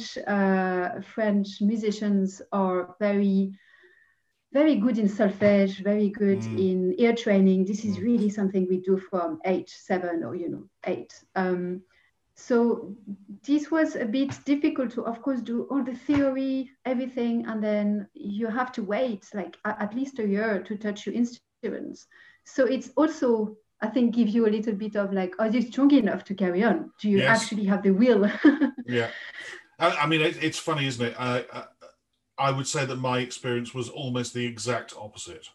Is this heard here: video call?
yes